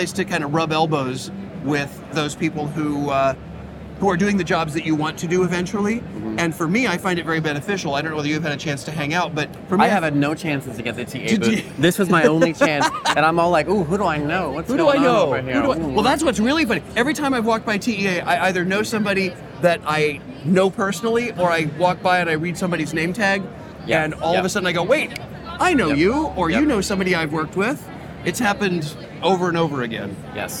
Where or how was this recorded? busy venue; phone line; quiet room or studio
busy venue